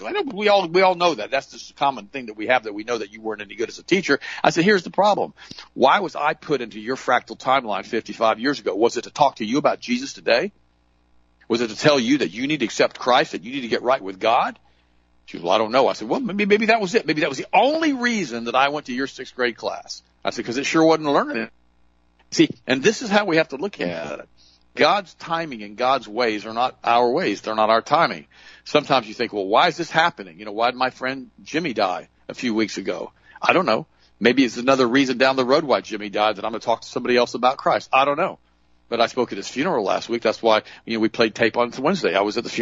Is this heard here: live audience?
no